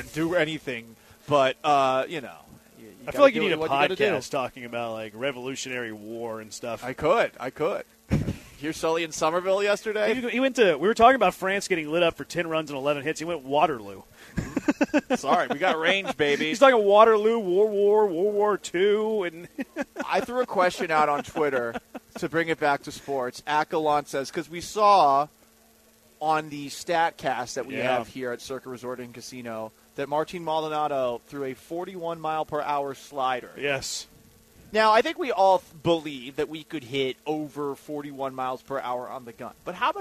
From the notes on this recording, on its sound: LIVE from Circa Resort & Casino in Las Vegas!